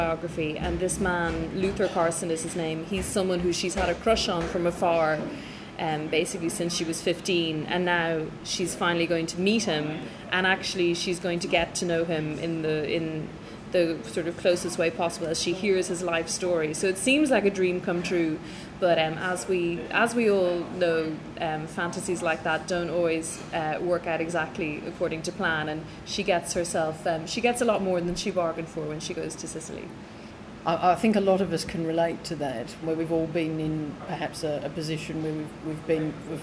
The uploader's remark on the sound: Staff at Fleet River Bakery in London who graciously turned off the background music in their cafe for an hour while I recorded our chat. Staff at Fleet River Bakery in London who graciously turned off the background music in their cafe for an hour while I recorded our chat.